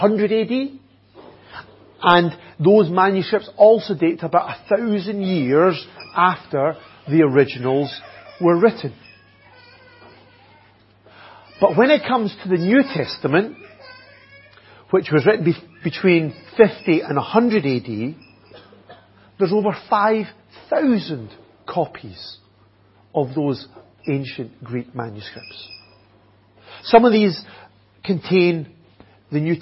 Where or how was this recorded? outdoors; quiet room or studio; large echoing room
large echoing room